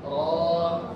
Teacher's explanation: Kita ingin Allah dibukanya, lebih dibuka. Dijadikan dia ke A sedikit, walaupun lebih besar ke U.